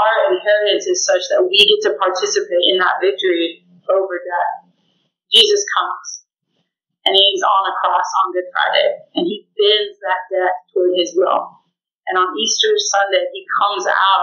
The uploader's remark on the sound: Sorry for the poor audio quality!